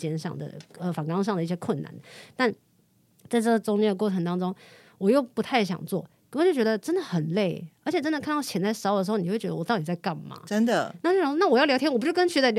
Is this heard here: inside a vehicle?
no